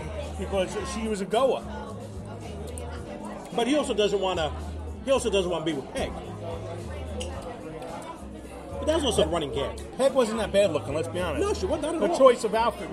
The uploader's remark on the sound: We recorded from Craft Kitchen & Taphouse in Wantaugh for Trivia Night. We did record as the food showed up. The podcast this week was recorded via iRig app on the iPhone.